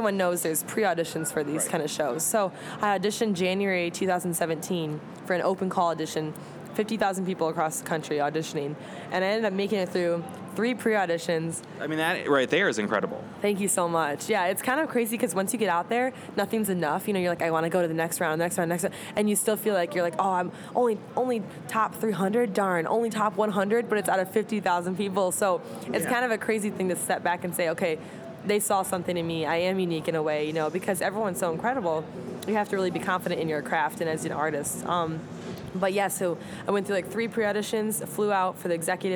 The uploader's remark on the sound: Interview recorded at SXSW 2018.